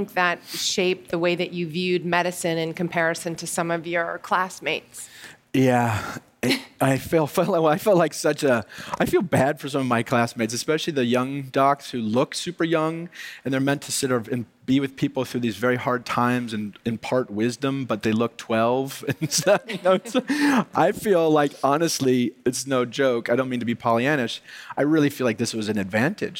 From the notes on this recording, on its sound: On stage at In goop Health. He brought his dog, Maysie, which you’ll hear them talking about.